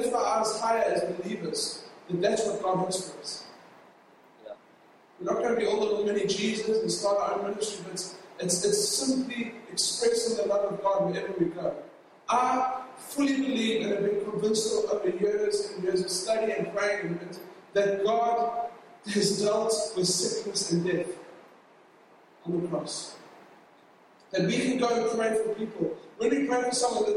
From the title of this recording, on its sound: LOW QUALITY